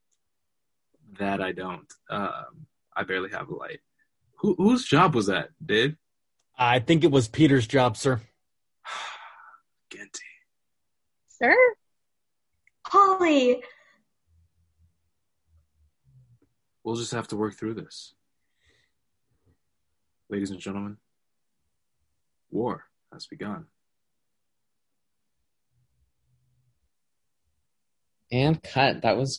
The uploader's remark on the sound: A Zoom Shoot Of a Depaul Film Class Project